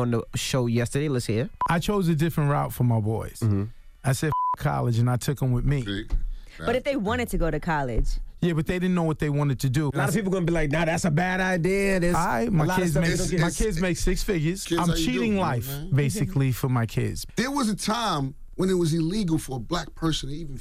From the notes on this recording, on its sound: Today on the show we opened up the phone lines to see if our listeners believe that going to college is necessary.